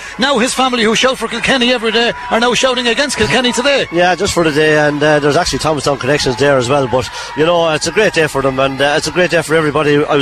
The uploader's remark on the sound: As KCLR takes a nostalgic journey back through the archives. Hear the echoes of cheers, the roar of the crowd, and the exhilarating commentary.